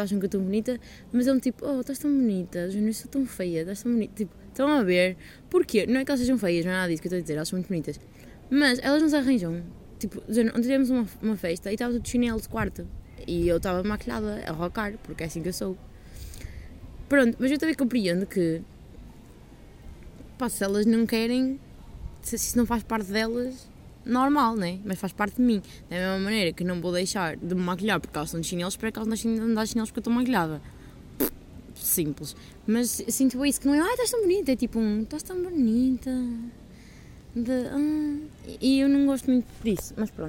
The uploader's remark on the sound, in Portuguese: Peço perdão pelo barulho de fundo.